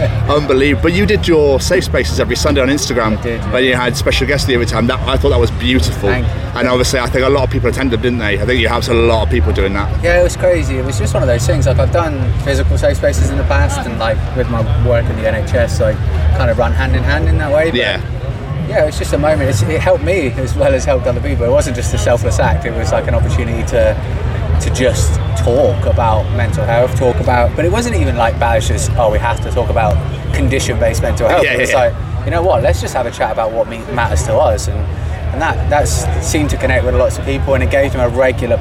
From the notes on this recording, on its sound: Live from Bloodstock Festival 2022